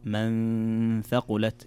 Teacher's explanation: كذلك عندنا في قوله تعالى فأما من ثقلت، هنا عندنا ميم مشددة، وكذلك النون ساكنة أتى بعد حرف الثاء، والثاء فيها حكم هنا إخفاء حقيقي